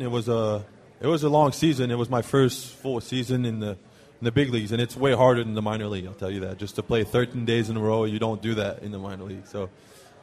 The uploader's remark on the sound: TwinsFest LIVE at Target Field